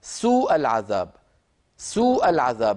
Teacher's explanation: في قوله تعالى سوء العذاب بترك زيادة المد في الواو · Term: اللحن الخفي